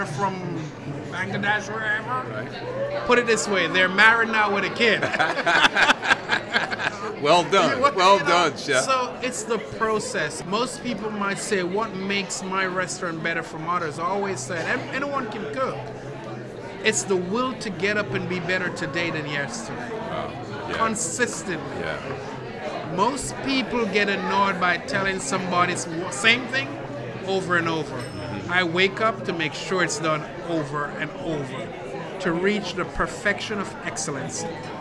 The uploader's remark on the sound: We were honored to host Corner Table Talk LIVE at the 2023 James Beard Awards in Chicago.